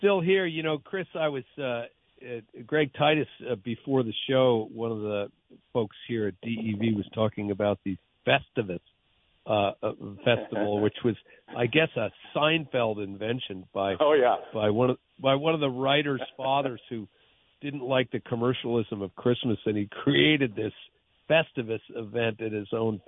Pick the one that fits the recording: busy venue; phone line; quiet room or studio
phone line